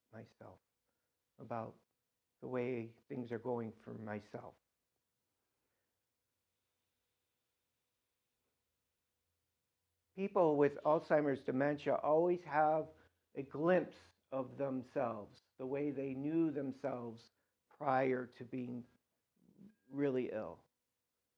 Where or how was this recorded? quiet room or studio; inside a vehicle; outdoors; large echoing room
large echoing room